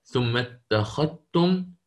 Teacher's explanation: يأتي بإدغام الذال في التاء، نعم وقد أخذنا هذا، قلنا فعلي الأخذ والاتخاذ، الإمام شعبة يقرأ بالإدغام ثم اتخذتم هكذا، تمام.